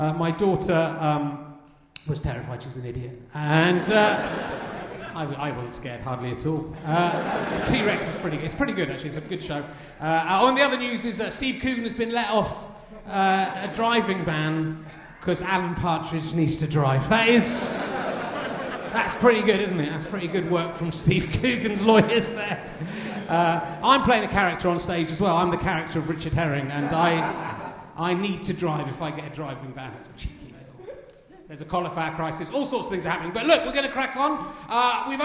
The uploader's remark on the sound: RHLSTP Ed Fringe. Played live in front of and then involving the audience. It's the only Edinburgh RHLSTP with one guest.